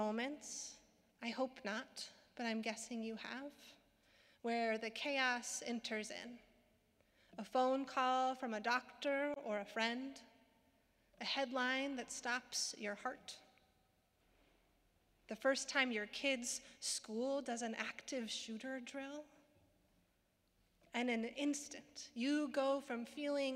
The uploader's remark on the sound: Sermons from Old South Church in Boston